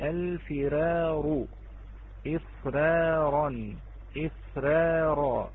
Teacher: عندما تكررت هذه الراء ففخمت · Term: التفخيم